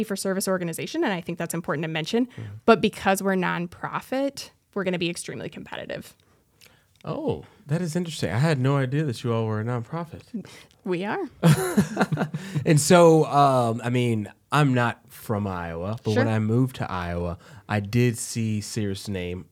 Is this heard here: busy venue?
no